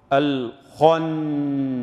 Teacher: نون ساكنة بطول زمانها شوية بمقدار يعني تجويدي يعرف بمقدار حركتين ثم أخرج بنون مسموعة